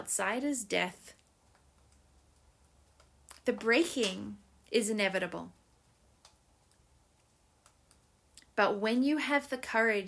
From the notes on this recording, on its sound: It was recorded on a cool Canadian spring morning and you can hear the fire crackling in the background.